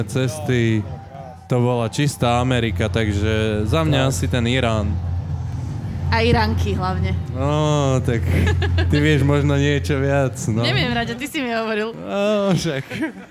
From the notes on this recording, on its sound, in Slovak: počas live nahrávania Všesvet Podcastu na festivale Grape